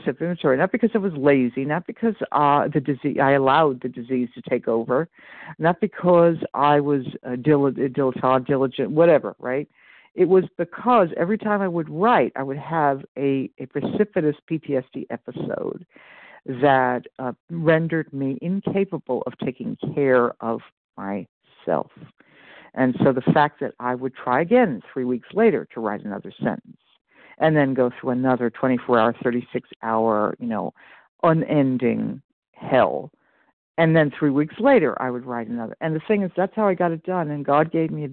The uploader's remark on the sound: 100 Pounders Phone Meeting